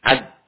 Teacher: Berikutnya huruf dal, ya. Jadi ketika alif lam bertemu dengan dal baca dengan syamsi, ya. Baca dengan idgham. Bukan al dari, tapi ad.